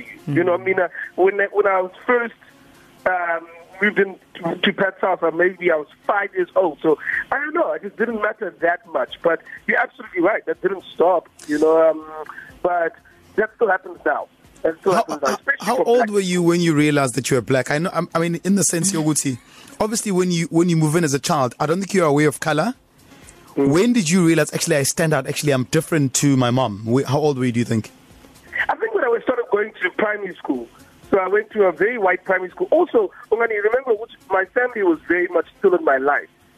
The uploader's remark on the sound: We Took A Call. Phoner.